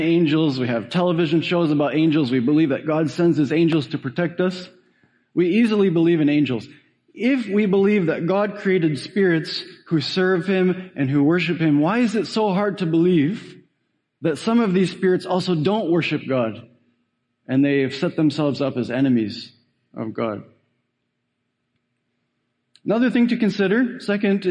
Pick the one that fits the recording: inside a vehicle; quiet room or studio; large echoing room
large echoing room